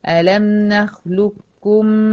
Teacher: أدغم القاف في الكاف إدغام كامل مع كمال التشديد على الكاف · Term: إدغام متقاربين